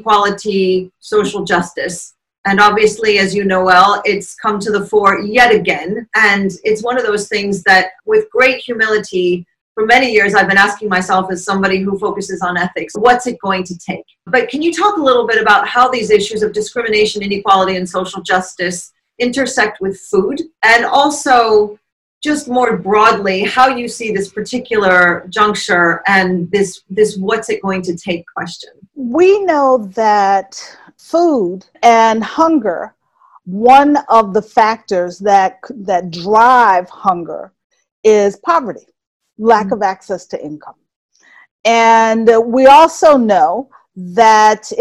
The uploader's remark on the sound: We apologise for the sound quality for this Zoom interview while we all shelter-at-home in July 2020.